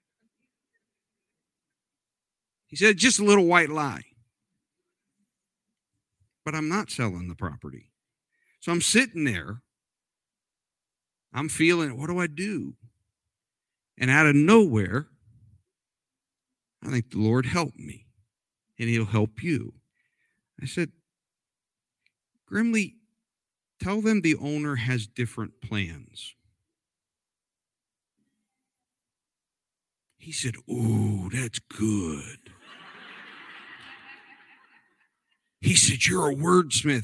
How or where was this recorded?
large echoing room